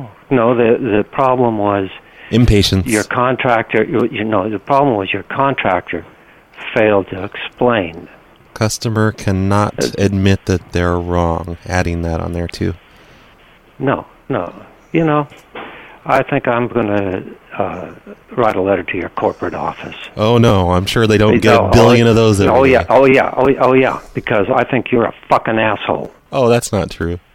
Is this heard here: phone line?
yes